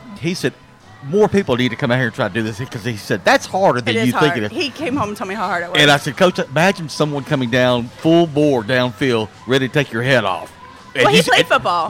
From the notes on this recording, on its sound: LIVE at J’Town’s Grill. RWRC Radio on 95.3 The Ticket/AM-970, Ritter Communications Tubetown 21!